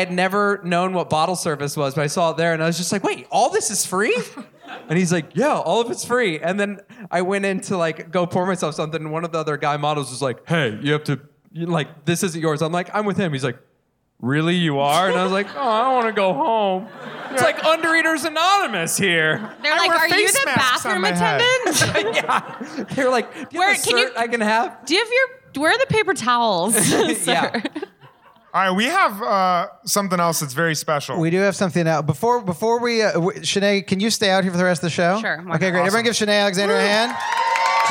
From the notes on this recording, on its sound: LIVE from the Bell House in Brooklyn, NY. Our very first LIVE episode from our LIVE show.